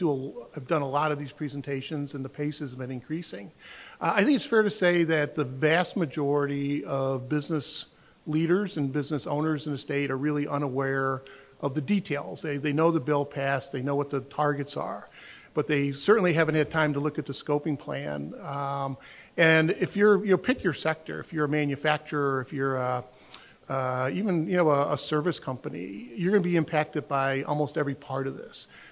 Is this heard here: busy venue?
yes